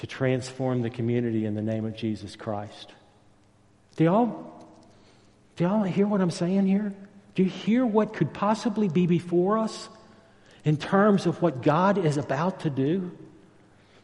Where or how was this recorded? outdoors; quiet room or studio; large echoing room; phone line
large echoing room